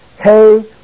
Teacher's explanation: But notice the diéresis mark is over the iota. Therefore, it is splitting the alpha and the iota into separate pronunciations. So it is pronounced Hesaias.